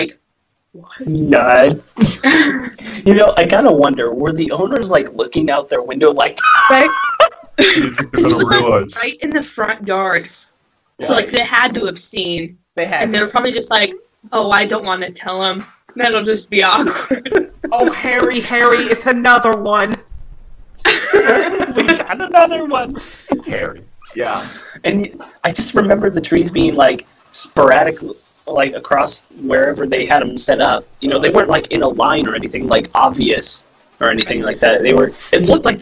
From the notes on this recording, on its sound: our audio quality needs improvement